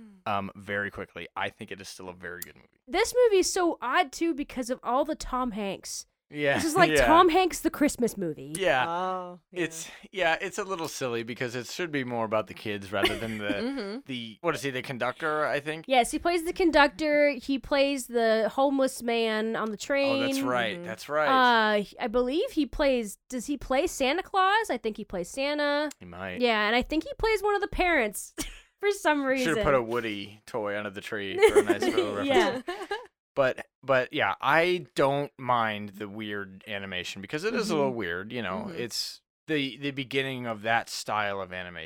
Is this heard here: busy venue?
no